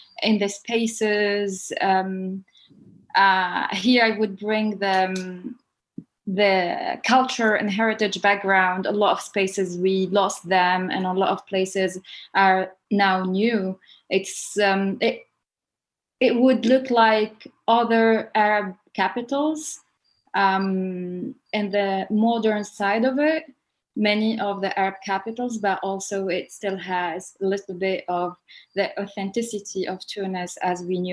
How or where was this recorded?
video call